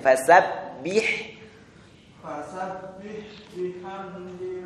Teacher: huruf ba enggak perlu ada angin ya.